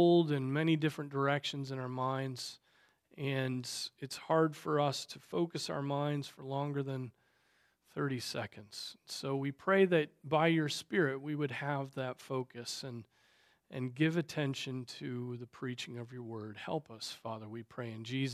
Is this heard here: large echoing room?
yes